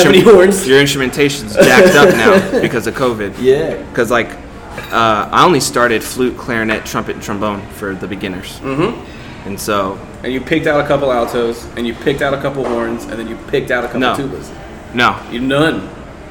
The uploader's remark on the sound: recorded live on location at the FBA summer conference 2021